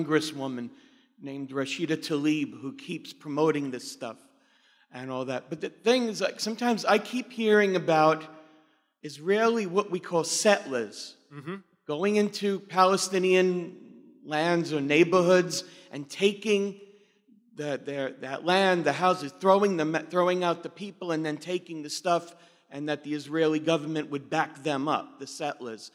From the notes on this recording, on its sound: Delivered at OCON 2023 in Miami, Florida.